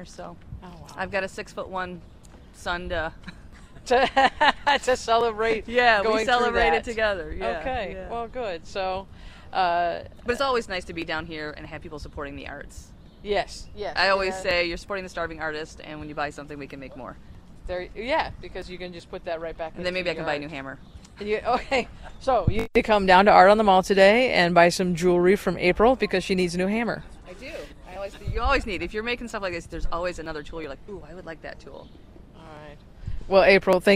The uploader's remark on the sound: Live on the Mall - It’s Art on the Mall 2022. Battle traffic and the winds. On WKZO 590 AM and 106.5 FM in Kalamazoo, MI.